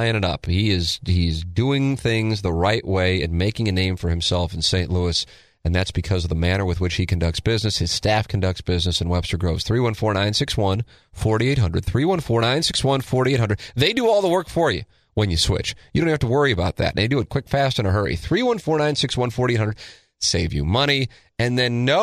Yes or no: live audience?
no